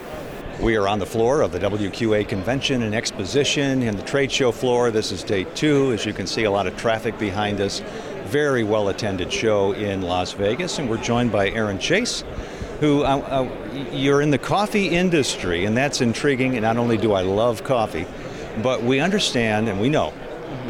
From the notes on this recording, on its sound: In this episode, we feature a series of interviews from the Convention floor at the 2023 WQA Convention & Exposition in Las Vegas. We call it Convention Voices, because we hear from a variety of attendees.